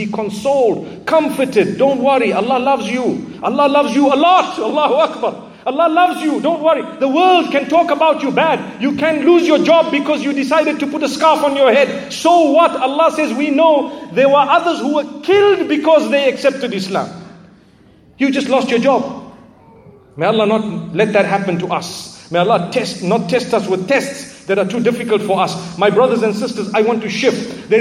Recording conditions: large echoing room